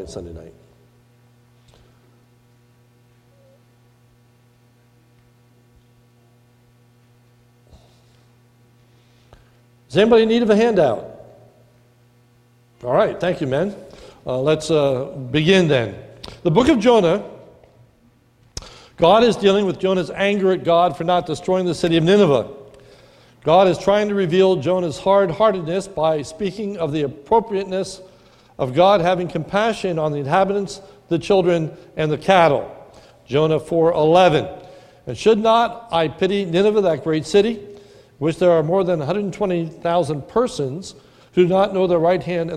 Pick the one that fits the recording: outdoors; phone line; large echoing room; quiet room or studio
large echoing room